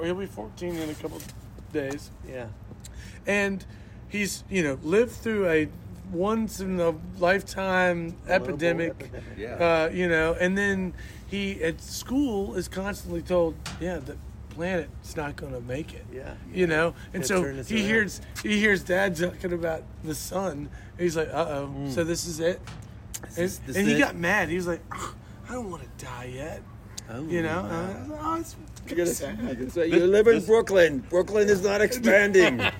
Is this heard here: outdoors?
yes